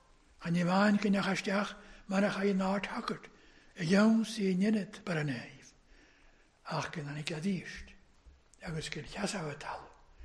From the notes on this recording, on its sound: Gaelic service recorded at North Harris Free Church on Sunday Evening 25th July 2021